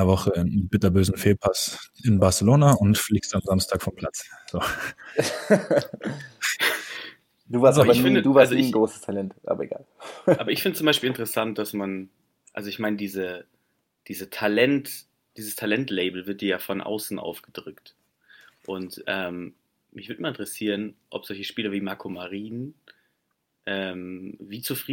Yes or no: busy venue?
no